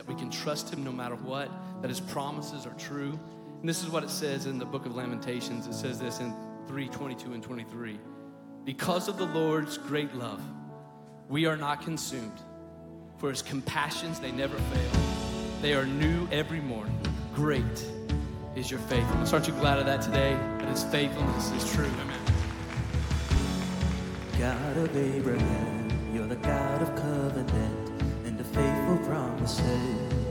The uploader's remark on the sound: Recorded live at Stevens Creek Church.